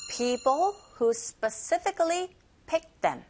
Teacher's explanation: 자, 여기서는 who 관계 대명사예요, 여러분. 이럴 경우에는 이 who 자체도 기능어에 속합니다. 강세 안 가요.